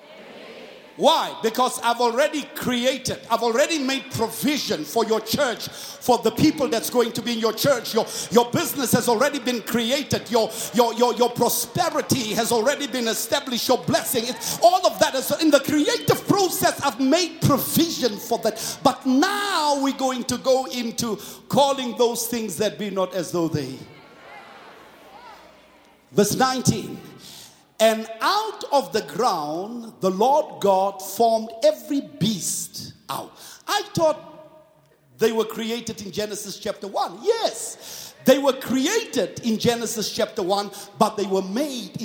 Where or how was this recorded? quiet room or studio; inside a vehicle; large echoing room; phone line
large echoing room